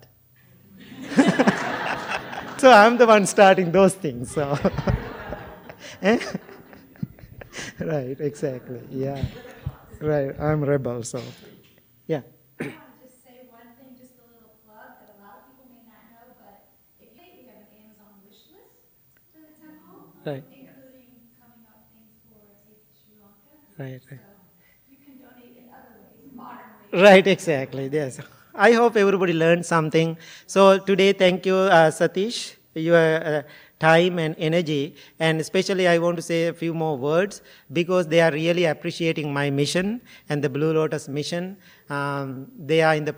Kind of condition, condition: setting, large echoing room